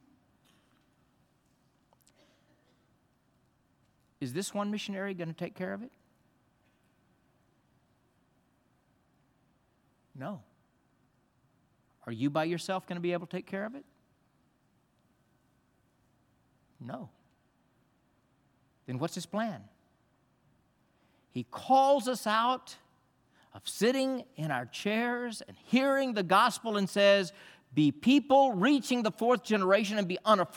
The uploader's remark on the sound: This message was from the Sunday morning worship service during our engage missions conference.